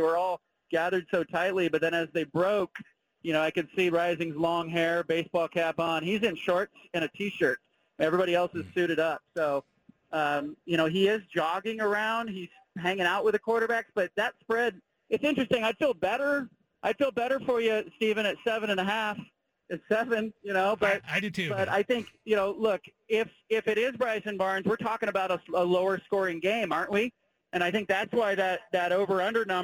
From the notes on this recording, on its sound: Call-In from Salt Lake City. Calls in live from Rice Eccles Stadium.